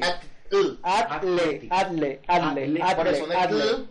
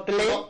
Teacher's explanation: primero pronuncias AT y luego pronuncias L. · Shown in: first take